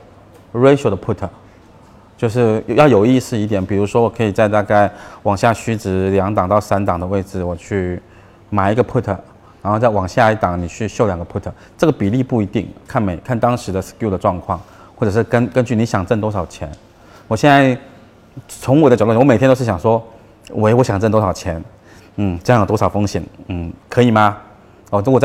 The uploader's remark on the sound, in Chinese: 本期音频来自2019DNOC期权夏季嘉年华，圆桌论坛部分内容分享